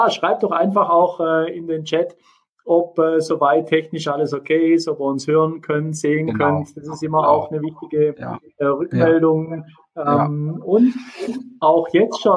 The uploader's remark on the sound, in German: Anlässlich des Live-Events der Liebesrevolution in Erzhausen bei Frankfurt. In einem Live-Webinar.